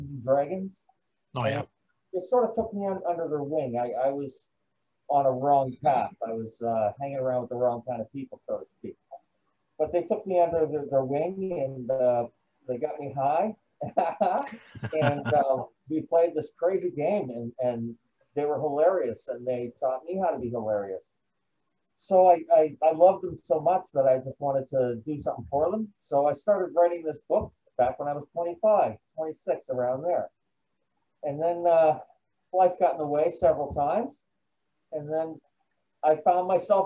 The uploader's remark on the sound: Zoom Interviews